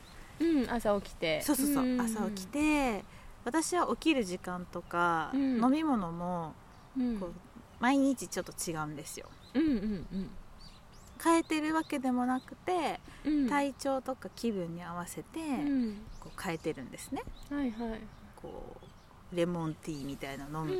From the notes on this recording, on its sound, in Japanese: 自然の中で録音したため、途中風の音などが入っております。